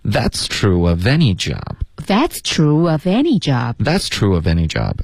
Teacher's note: 所以这个 any 是主要的重音，那 that's 的这个 that 也可以加一点重音，这个是可选的。